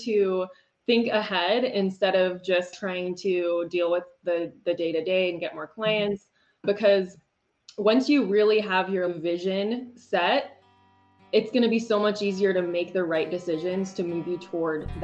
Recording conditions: video call